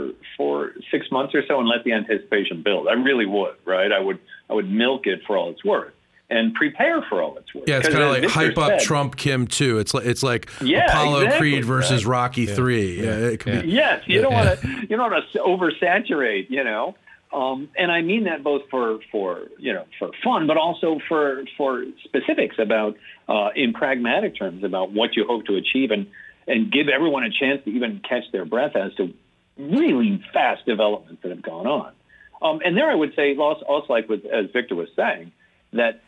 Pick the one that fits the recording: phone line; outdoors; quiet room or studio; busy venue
phone line